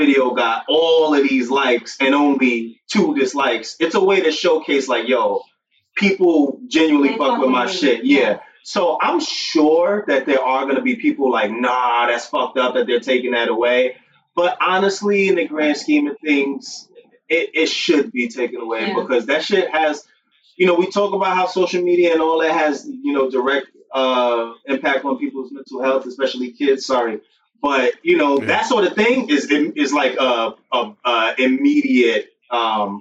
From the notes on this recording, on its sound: Sorry in advance for this week’s audio.